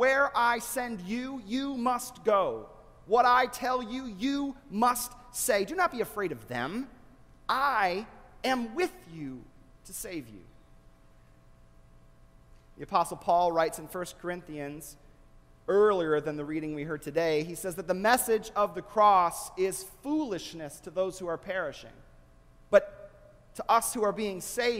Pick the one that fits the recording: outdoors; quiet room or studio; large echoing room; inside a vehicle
large echoing room